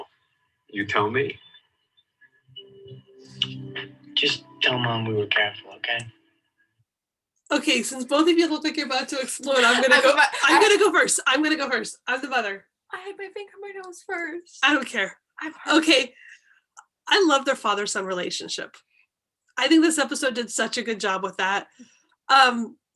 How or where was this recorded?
video call